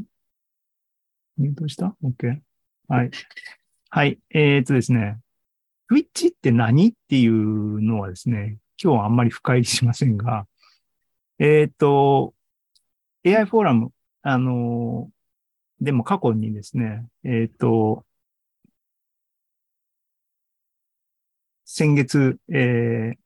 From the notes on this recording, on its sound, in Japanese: ２０２３年６月２４日に開催した ZOOMライブの模様です